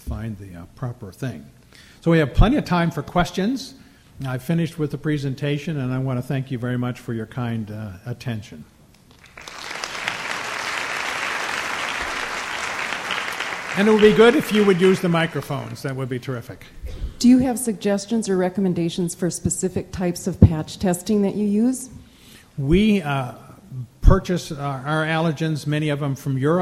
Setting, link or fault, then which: setting, live audience